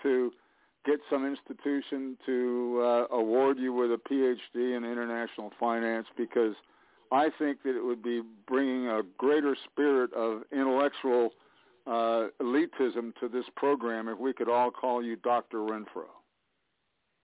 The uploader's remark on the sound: TNTSuperfantastic Conference Call.